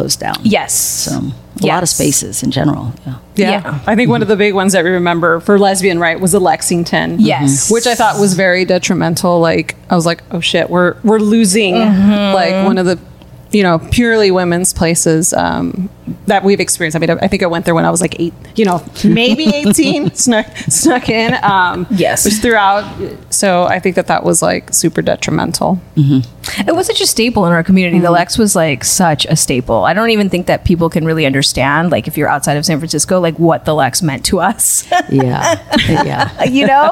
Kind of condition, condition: setting, busy venue